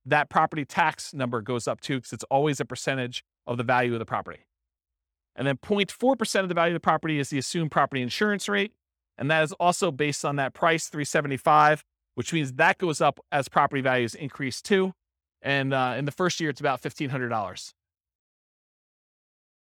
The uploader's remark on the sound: This was a live class recorded